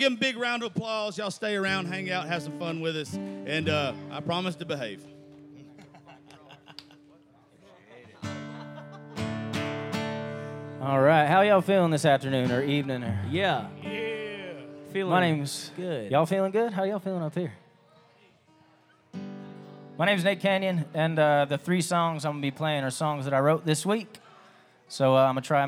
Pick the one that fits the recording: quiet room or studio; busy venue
busy venue